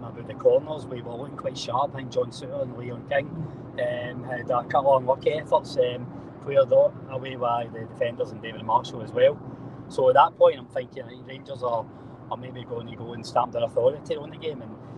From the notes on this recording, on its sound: Give their post match thoughts on a comfortable Rangers win at Easter Road, live from the M8 as they cover two games in one day!